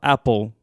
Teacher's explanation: a tônica fica no começo · Term: sílaba tônica